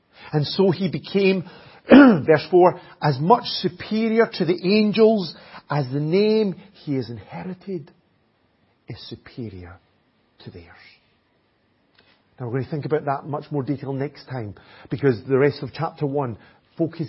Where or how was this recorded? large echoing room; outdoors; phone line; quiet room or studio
large echoing room